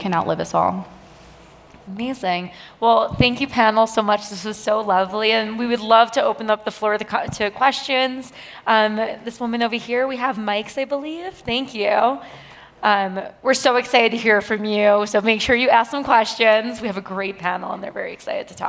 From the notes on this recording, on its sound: An expert panel from Aspen Ideas: Health breaks down sober curiosity for an audience at the festival.